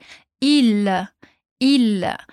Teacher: O L aqui não tem som de U. A gente tem que fazer uma curvinha ali, uma dobrinha na língua e dizer il, il.